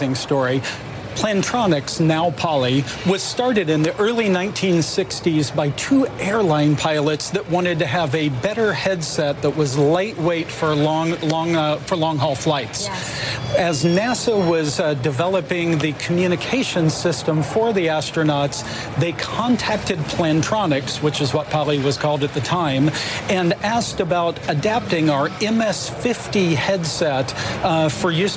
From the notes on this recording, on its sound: live from the New York Stock Exchange